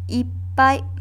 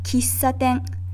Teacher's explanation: you pause or freeze your mouth for just a brief extra second between the sounds just before and after the small ts. The small ts is about half the size of the normal ts and does not have a specific sound of its own. · Term: double consonant